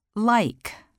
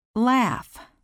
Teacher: L sound, light L, at the beginning of words.